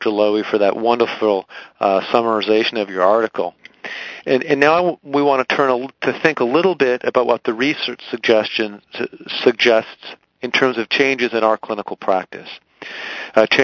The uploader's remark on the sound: Author in the Room® Teleconference